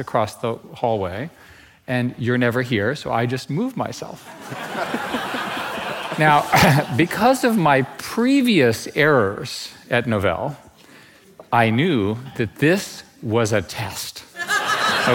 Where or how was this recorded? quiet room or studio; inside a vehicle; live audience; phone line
live audience